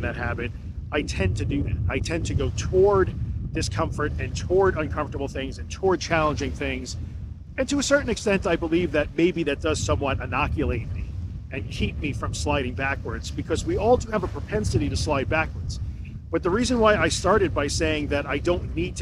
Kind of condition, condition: setting, outdoors